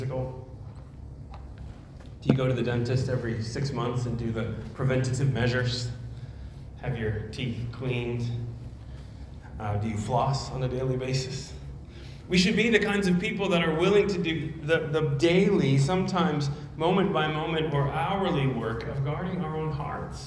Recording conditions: large echoing room